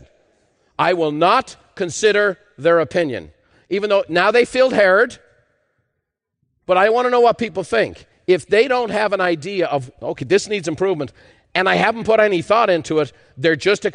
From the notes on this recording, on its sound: In part 2 of this special live recording